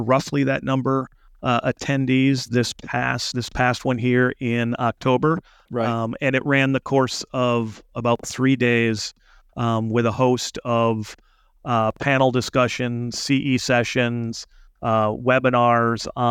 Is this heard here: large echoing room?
no